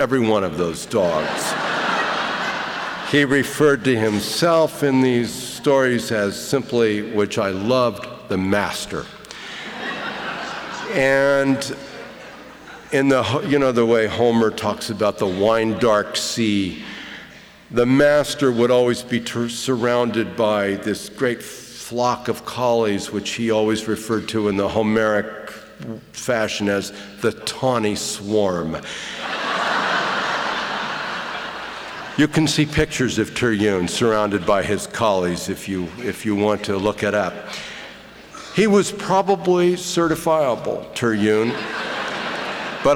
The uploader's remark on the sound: we bring you a lecture from the 2003/2004 season of Portland Arts & Lectures